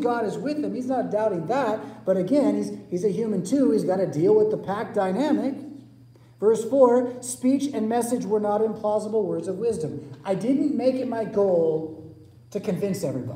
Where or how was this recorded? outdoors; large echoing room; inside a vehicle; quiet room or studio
large echoing room